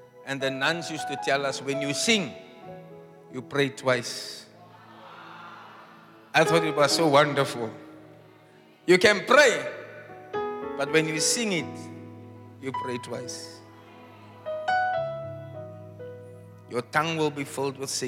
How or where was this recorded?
large echoing room